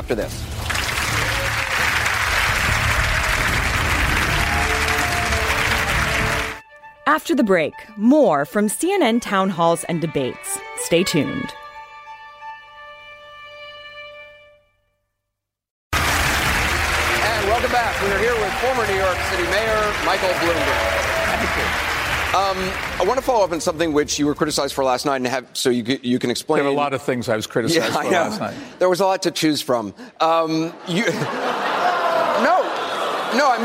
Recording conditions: live audience